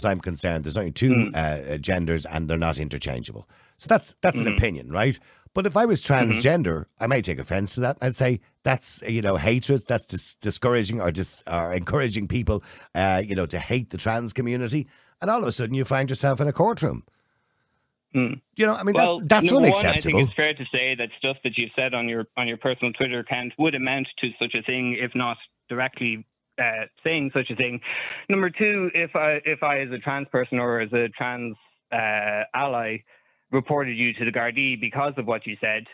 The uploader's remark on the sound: callers call in to have their say.